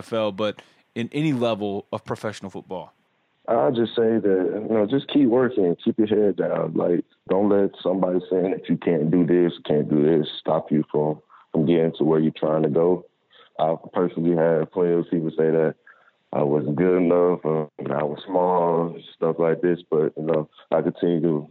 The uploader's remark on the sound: join on the Modern Woodmen phone line